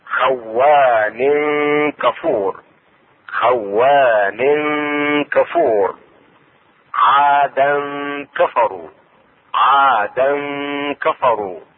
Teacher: اخفاء التنوين عند الكاف مع الغنة، والغنة حركتين تخرج من الخشوم